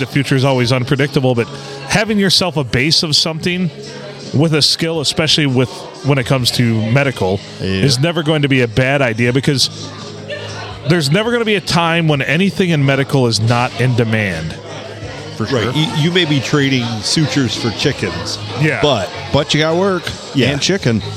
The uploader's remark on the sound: Recorded at the Silver Tavern Deckerville (The Olde STD) on a Friday night.